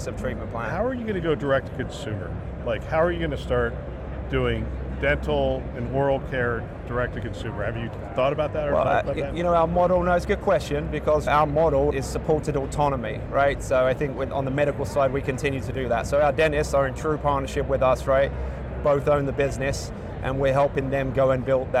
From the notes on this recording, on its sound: an Interview in Action live from HLTH